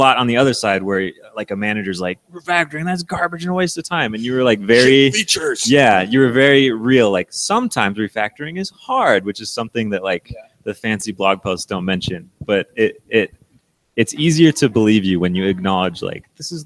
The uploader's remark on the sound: We'll be live and on-site at React Rally. JavaScriptAir is the live broadcast podcast.